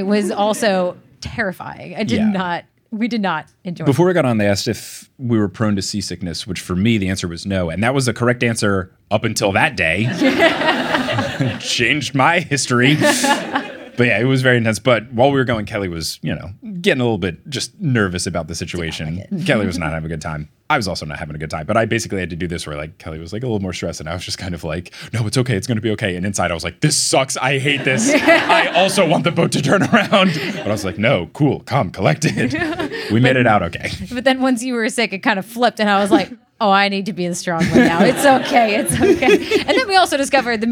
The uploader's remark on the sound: LIVE in Melbourne! With the cleanest live show audio we've ever had.